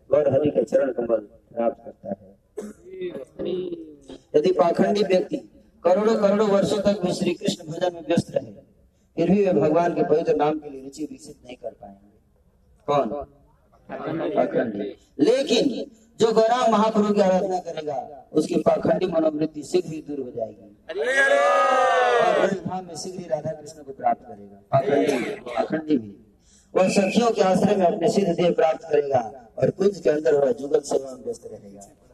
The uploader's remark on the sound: Occasion : Mayapur Yatra 2020. Audience : Camp devotees.